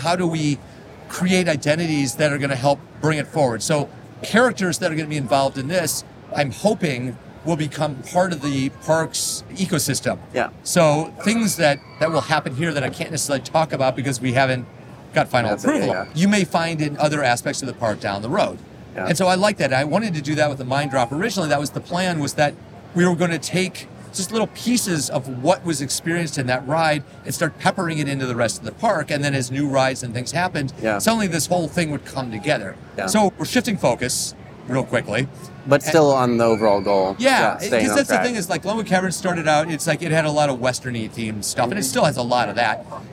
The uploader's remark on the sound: This interview was recorded during the IAAPA Expo on the show floor.